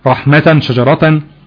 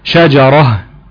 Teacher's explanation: لا، ده استثناء لمد العوض، لا نقف عليها بمد عوض او بالالف، ولكن تبدل تاء التأنيس هاء ونقف عليها بالهاء